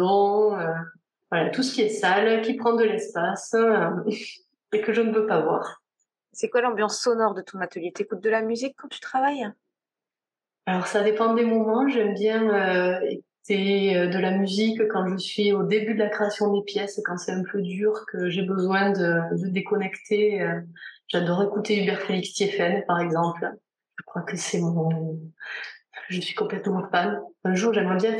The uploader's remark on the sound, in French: On s'est retrouvé en visio par une chaude journée d'été ('fin surtout à Toulouse, et moins en Bretagne...).